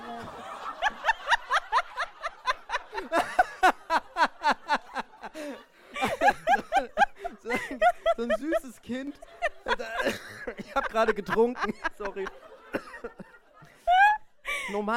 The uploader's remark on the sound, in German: Live-Premiere bei tmt! Danke an das fantastische Mannheimer Publikum.